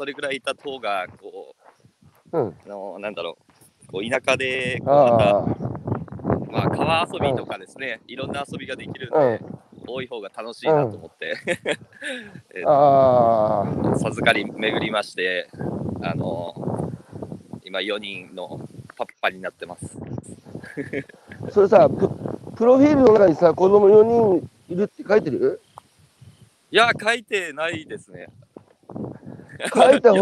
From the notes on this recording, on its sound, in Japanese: 歩きながら1時間、対談する